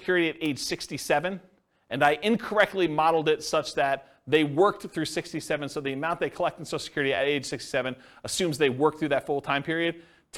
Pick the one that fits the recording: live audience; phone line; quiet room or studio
live audience